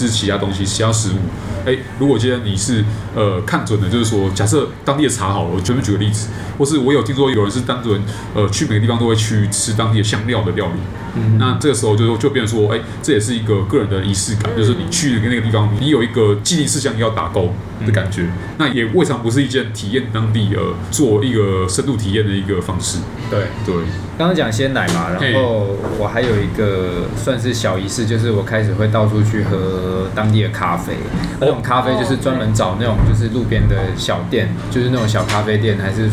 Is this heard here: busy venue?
yes